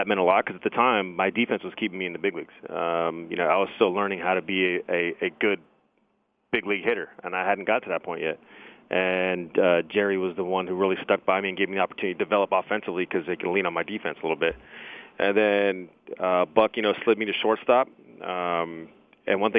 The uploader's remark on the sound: called in to the Ben and Skin show